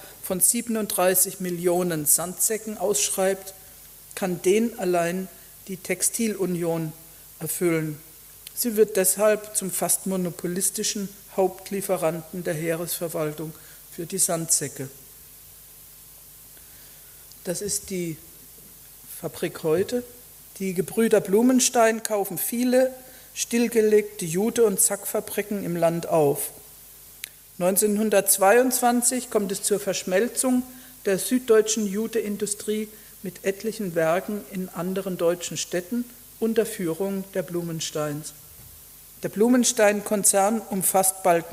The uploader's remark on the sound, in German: Vortrag in der Abendakademie Mannheim